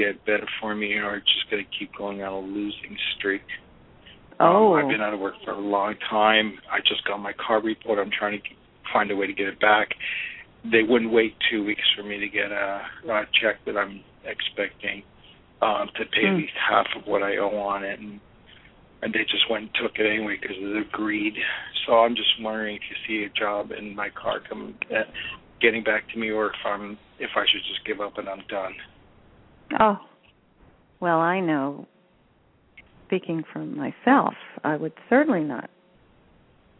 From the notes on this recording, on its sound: She will do a channeling session live so callers can call. Personal responses to callers during the special call-in segment.